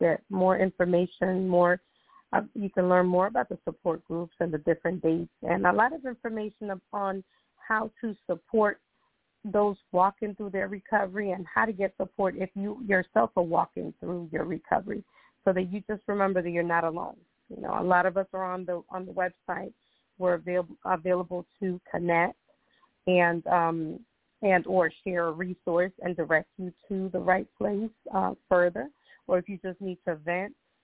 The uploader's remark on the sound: Those who call in will form a panel